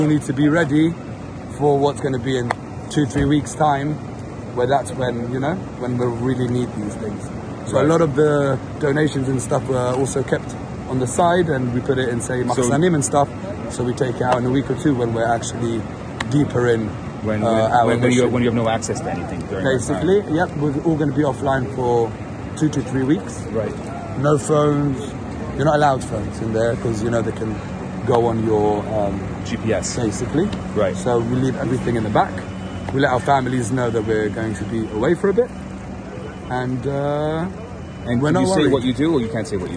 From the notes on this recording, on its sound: Live at the Israel-Gaza border